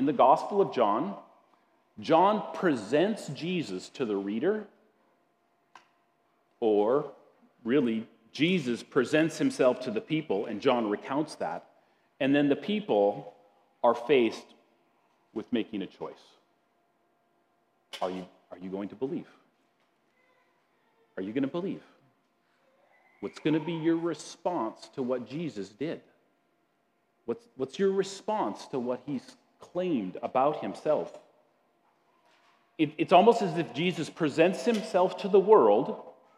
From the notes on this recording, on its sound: At Grace City Church in Fargo, North Dakota.